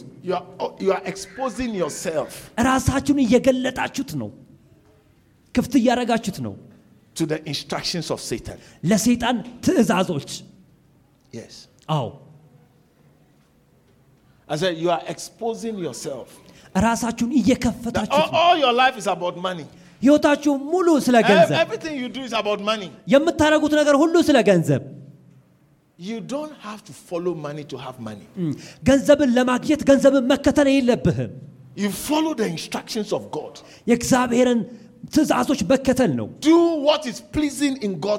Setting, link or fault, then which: setting, large echoing room